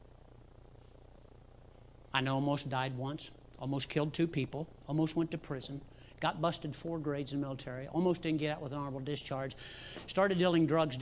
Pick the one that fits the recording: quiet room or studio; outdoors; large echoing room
large echoing room